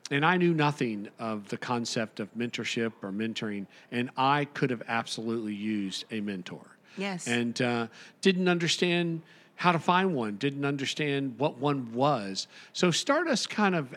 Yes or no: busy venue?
yes